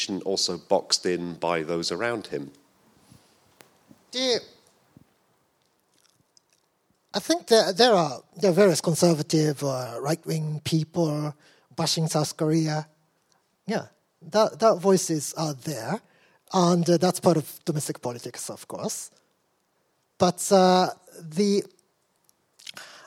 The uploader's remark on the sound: A La Trobe Asia event supported by the Consulate General of Japan in Melbourne Recorded at State Library of Victoria on 11 November 2019.